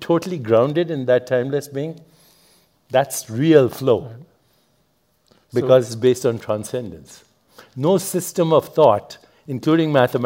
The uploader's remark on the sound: A special recording from our sixth annual revitalize event , which was held in Dove Mountain, Arizona, in June. You could hear a pin drop as the crowd listened attentively to his nuanced take on some of life's biggest questions. This podcast episode is a special recording from our sixth annual revitalize event , which was held in Dove Mountain, Arizona, in June. The insights we learned on the main stage this year were too good not to share.